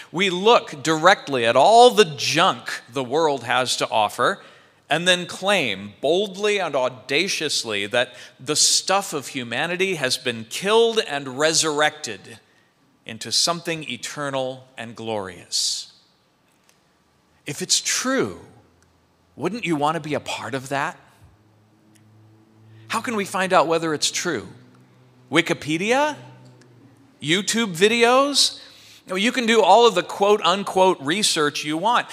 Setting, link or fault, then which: setting, large echoing room